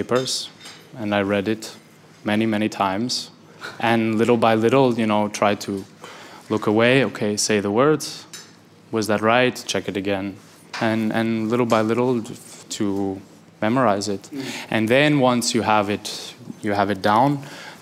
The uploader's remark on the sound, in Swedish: liveinspelning i Brasseriet